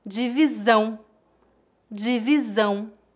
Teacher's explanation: a letra S entre duas vogais soa como Z.